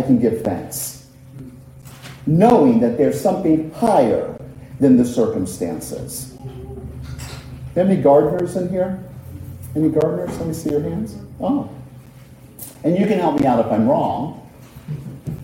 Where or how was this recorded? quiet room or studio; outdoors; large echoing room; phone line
large echoing room